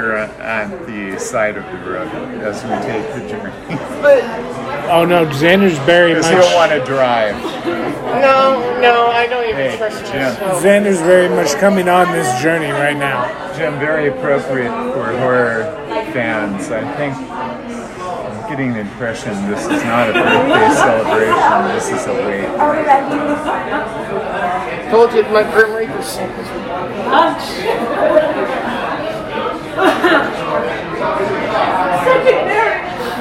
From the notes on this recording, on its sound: Live at their theatre's first showing of Halloween Ends.